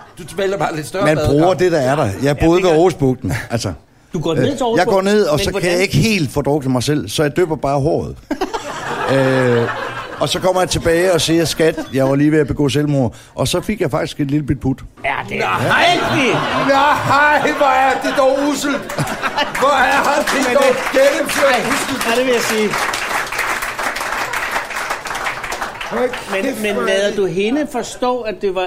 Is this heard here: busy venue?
yes